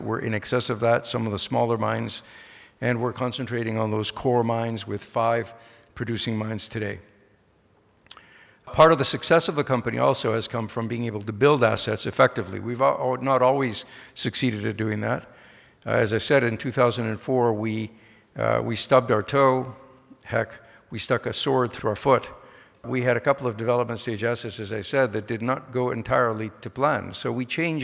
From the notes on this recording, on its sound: The discussion was recorded live at The Northern Miner‘s Canadian Mining Symposium held at Canada House in London, U.K., on May 22, 2019.